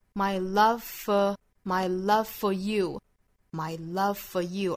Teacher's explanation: 我们就可以把前面的这个 v 的音给省掉，只读后面的这个 for 的这个 f 的辅音